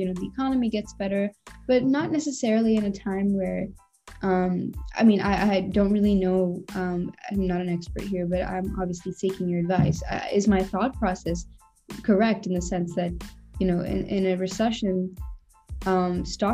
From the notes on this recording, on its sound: an interactive session over zoom